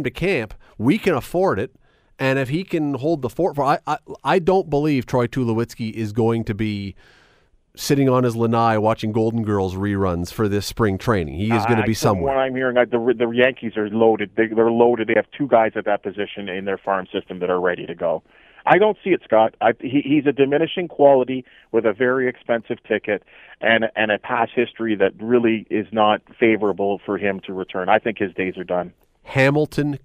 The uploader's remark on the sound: opens up the phone lines